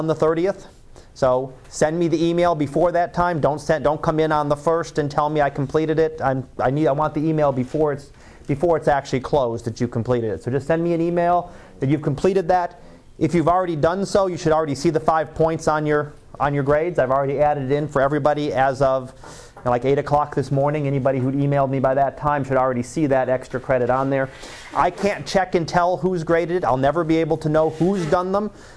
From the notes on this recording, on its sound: Live Class Lecture.